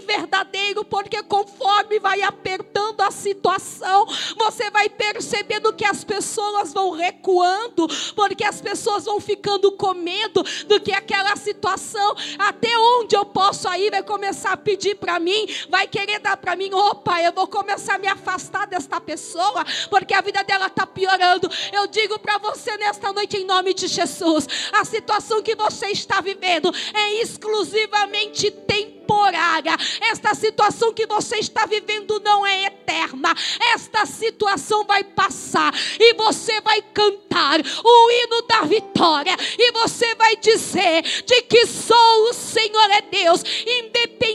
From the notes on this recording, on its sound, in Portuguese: Gravação ao vivo feita na Comunidade Evangélica Casa do Pai Piracicaba no dia 21.07.2021